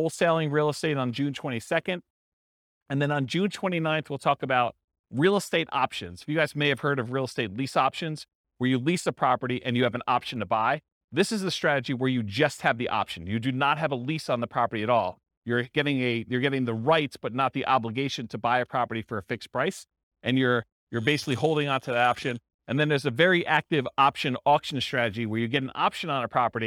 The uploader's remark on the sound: This was a live class recorded